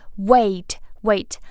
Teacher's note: 再发前面的这个 w w 的时候，要把嘴巴撅起来发 w w.